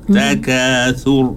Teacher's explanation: Sebab dia sebelum daripada ro, kita dah matikan ro. Walaupun ro ni berbaris, tetapi bila kita berhenti, kita wakaf, dia di situ kita matikan huruf ro tadi.